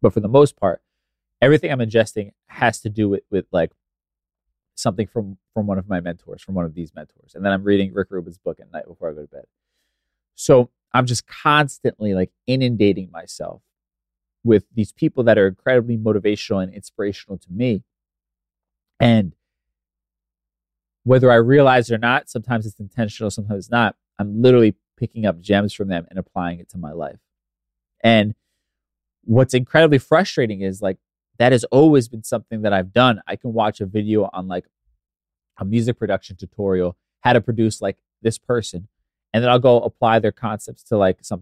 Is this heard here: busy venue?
no